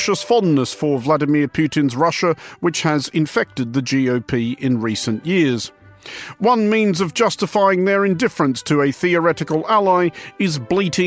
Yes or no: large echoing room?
no